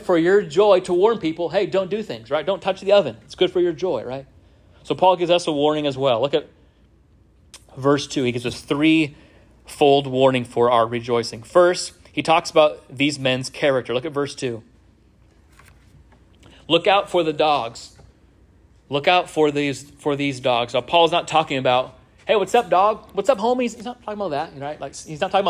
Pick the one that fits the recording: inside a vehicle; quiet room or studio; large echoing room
large echoing room